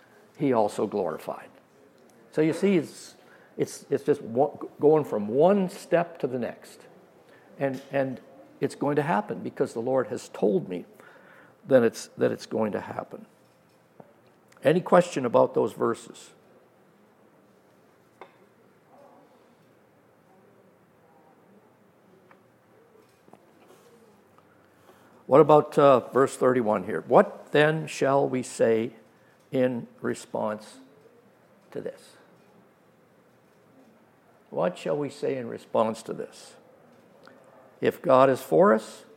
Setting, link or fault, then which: setting, live audience